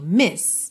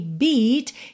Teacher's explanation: em miss, a gente tem o I bem curtinho, miss. Já em beat, a gente tem esse som comprido